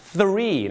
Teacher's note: ันนี้เราจะพูดถึงภาษาอังกฤษทุกเรื่องเกี่ยวกับตัวเลข everything about numbersครับอย่าเพิ่งคิดว่ามันจะง่ายครับเพราะบางเรื่องคุณอาจจะมีความรู้ก็คือ knowledgeนะฮะแต่คุณอาจจะยังไม่มี skillก็คือทักษะที่จะใช้มันได้อย่างดีเยี่ยมหรืออย่างถูกต้องนั่นเองครับดังนั้นวันนี้นะครับเรามาดูดีกว่าครับว่าเรื่องราวต่างๆของตัวเลขกับภาษาอังกฤษจะมีอะไรบ้างครับแน่นอนครับสิ่งแรกเลยก็คือเรื่องราวของการออกเสียง pronunciationครับ12อันนี้ง่ายมากครับแต่คำว่า3 ถ้าเป็นไปได้ก็อย่าลืมเอาลิ้นมาแตะฟันบนเล็กๆนะฮะ